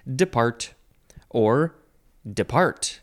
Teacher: Depart or depart. Emphasize the second syllable.